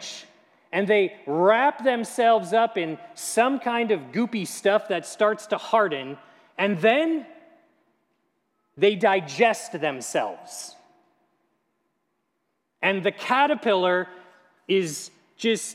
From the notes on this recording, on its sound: at Grace City Church in Fargo, North Dakota